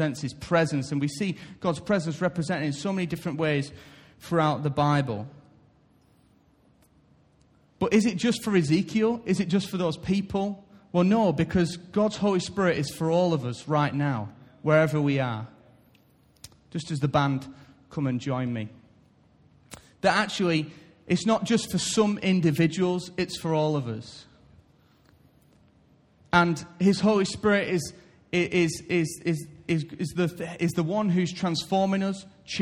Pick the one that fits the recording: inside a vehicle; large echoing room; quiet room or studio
large echoing room